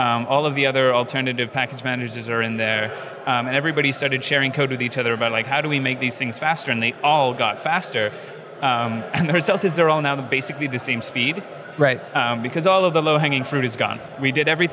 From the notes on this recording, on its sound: on location at Node + JS Interactive in Vancouver